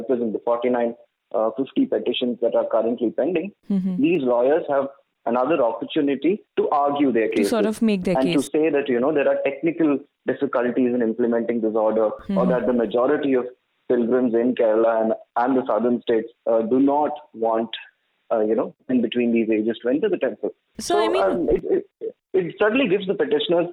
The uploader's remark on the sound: The panel is joined by two guests over the phone.